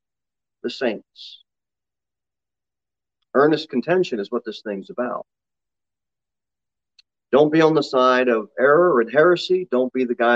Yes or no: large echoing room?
yes